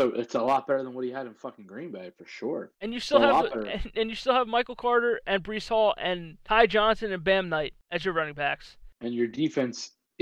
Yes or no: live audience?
no